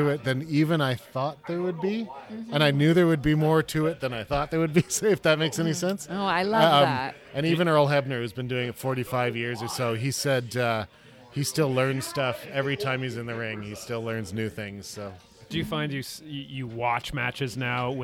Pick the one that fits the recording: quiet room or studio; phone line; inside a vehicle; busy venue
busy venue